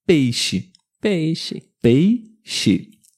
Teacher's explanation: Também tem ditongo nessa palavra, duas vogais na primeira sílaba, então o som dela é com o CH, o som chiado.